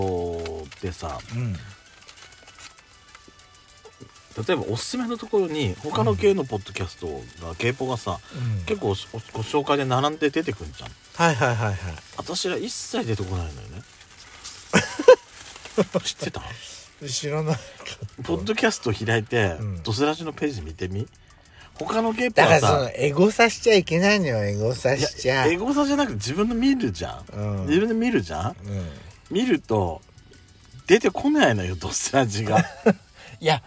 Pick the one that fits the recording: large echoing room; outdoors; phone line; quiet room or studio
outdoors